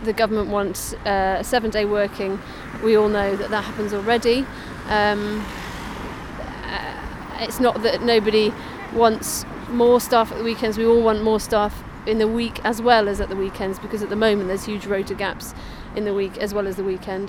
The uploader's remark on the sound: from the picket line